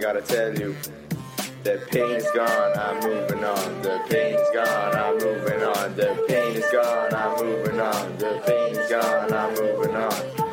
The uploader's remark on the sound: The Songschool Show live from Mary Immaculate Secondary School Lisdoonvarna, Co Clare. Recorded two workshops with the talented TY's in Mary Immaculate.